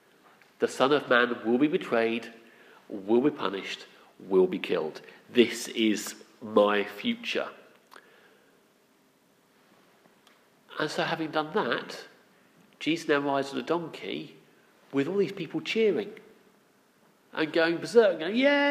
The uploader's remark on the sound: Our sermon from the 9am Palm Sunday service